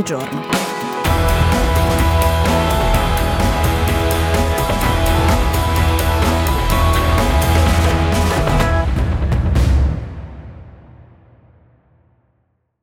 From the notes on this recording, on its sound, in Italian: Gli inserti audio di questa puntata sono tratti da: Early evening walk in downtown of Amman in Jordan | King Hussein Street, King Faisal Square